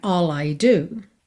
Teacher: All I, você pode juntar no L mesmo